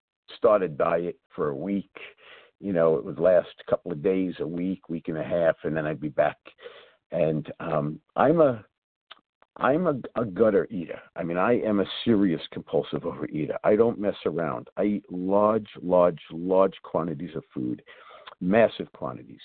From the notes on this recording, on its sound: 100 Pounders Phone Meeting.